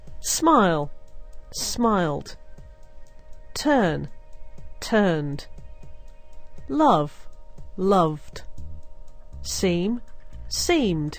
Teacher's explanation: Regular verbs that end in a voiced sound will have D as the pronunciation of the ED ending in the past simple.